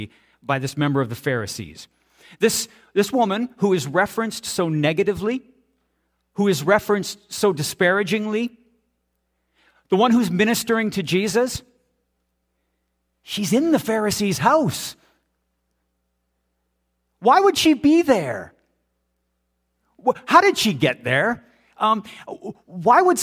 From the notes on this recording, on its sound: This is audio taken from the March 5, 2023 Sunday sermon at FBC Charlottetown PEI Canada.